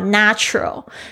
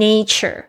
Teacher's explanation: Number 8, natural, natural N-A-T-U-R-A-L 自然的。那我这边想要提点一下它的名词是 nature， nature 它的发音呢就跟它有点不太一样，前面 natural 你会发现那个 A 变成蝴蝶音，你的舌头要向下压 natural，但是呢这边呢变成名词讲大自然的时候，那个 A 是变成微笑的这个 A 的双元音